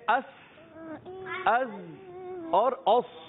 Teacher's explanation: इनकी अदायगी के वक्त एक खास सीटी सी अदा होती है, जैसे हम की आवाज आती है ना, जैसे इस टाइप की आवाज निकलती है, जैसे अस, अज और औस, इन तीन हरूफ के अंदर ये सीटी होती है, यानी जब अदा करे तो सीटी आनी चाहिए। · Term: सफीर